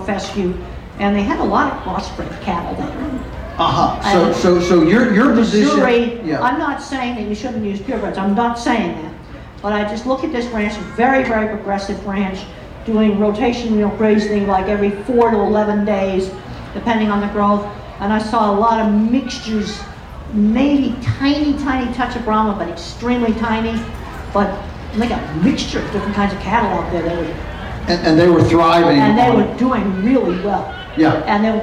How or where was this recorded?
busy venue